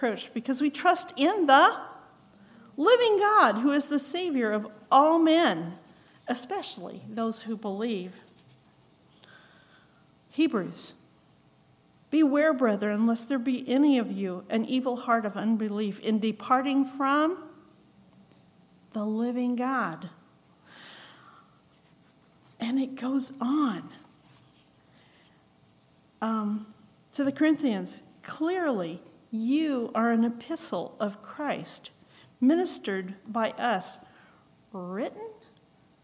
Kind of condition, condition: setting, large echoing room